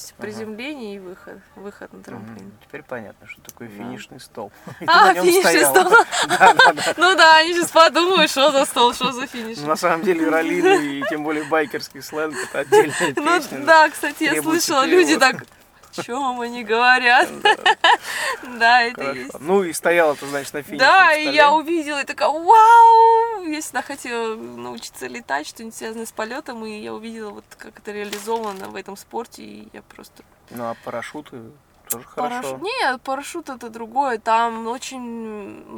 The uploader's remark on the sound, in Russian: Этот выпуск я записал на бивуаке посреди пустыни в Марокко, после финиша СУ4.